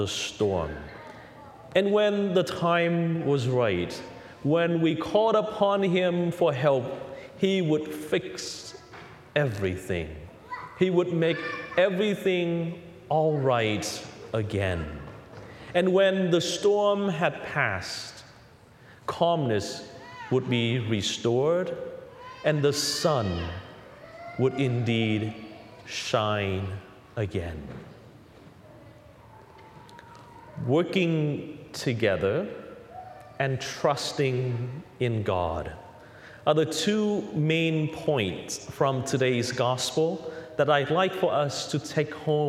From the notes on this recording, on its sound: Recorded on The Holy Family Catholic Church in Orlando, Florida; THE HOME of CCTN - Catholic Television for Central Florida.